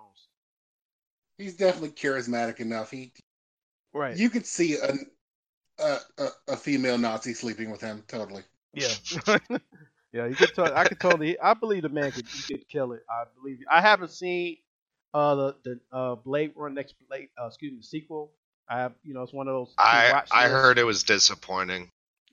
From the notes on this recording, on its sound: Sound is a little low but, will improve.